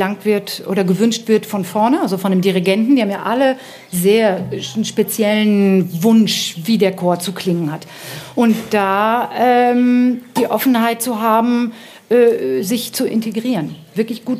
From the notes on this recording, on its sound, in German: Live vom Vokalfestival Totzenbach